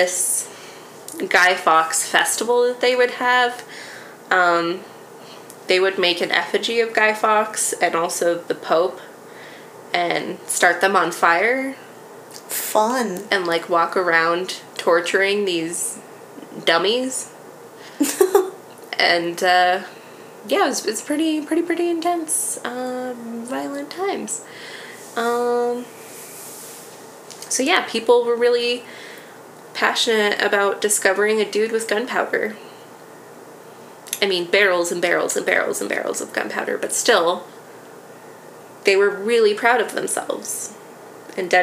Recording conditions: sounds in the background